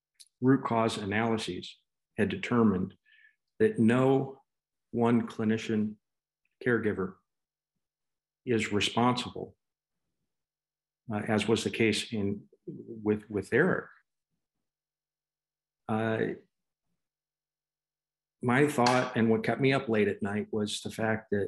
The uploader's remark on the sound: The live broadcast webinar